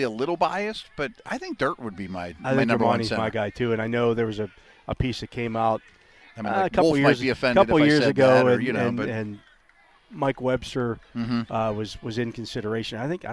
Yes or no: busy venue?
yes